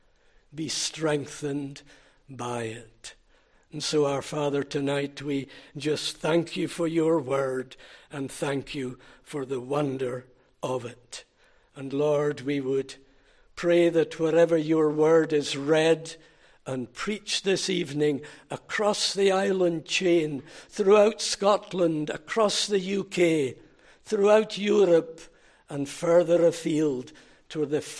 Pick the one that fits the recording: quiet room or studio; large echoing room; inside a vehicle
large echoing room